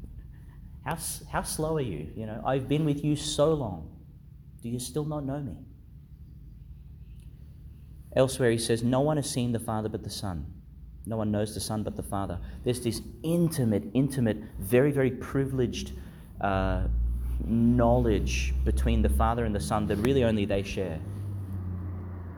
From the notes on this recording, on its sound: delivered in Our Lady Star of the Sea Church, Gladstone, Qld.